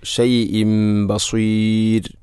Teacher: ബികുല്ലി ഷൈഇം ബസീർ, അവിടെ ഷൈഇൻ എന്ന തൻവീന് ശേഷം ബ വന്നാൽ ഇഖ്ലാബ് എന്നതാണ്. തൻവീനിനെ മീമാക്കി മാറ്റുന്നു